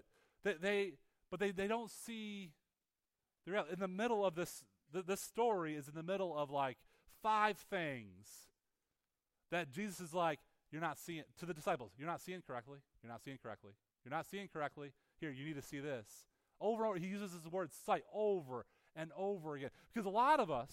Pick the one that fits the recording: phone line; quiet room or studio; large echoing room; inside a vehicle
large echoing room